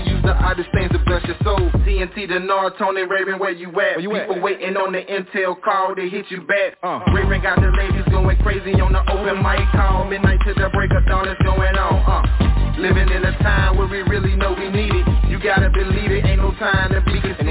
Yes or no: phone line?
yes